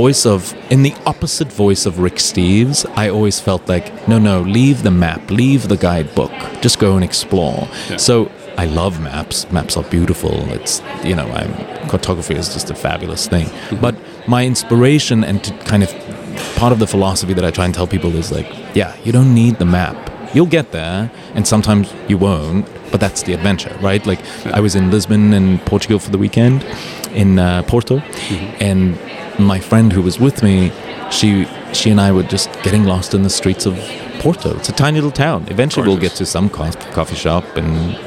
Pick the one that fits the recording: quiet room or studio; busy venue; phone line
busy venue